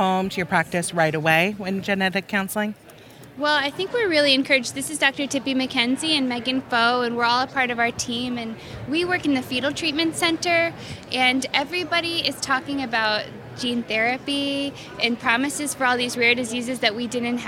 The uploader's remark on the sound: On the floor at the American College of Medical Genetics and Genomics (ACMG) annual meeting in Seattle. As the team walked around the conference.